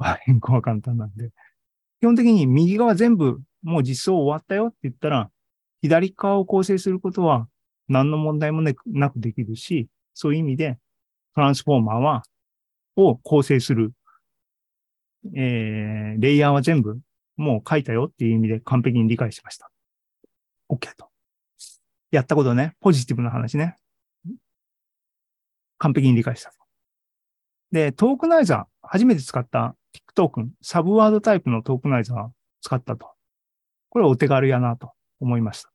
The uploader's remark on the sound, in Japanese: ２０２３年２月２２日に開催した ZOOMライブの模様です